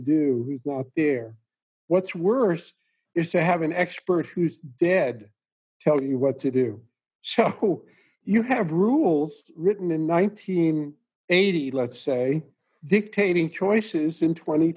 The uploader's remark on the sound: Zoom conversation.